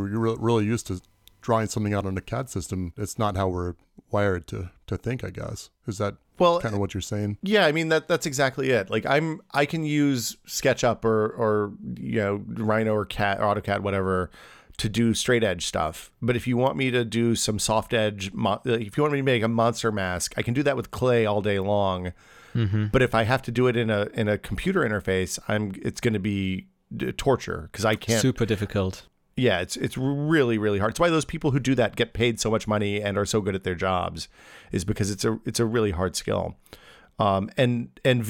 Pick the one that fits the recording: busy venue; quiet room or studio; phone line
quiet room or studio